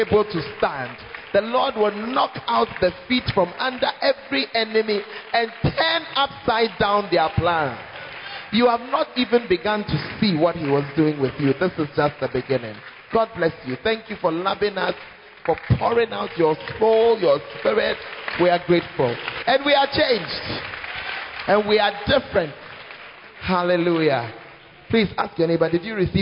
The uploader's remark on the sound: Preached At The 12 Foundations Of The Bacenta Camp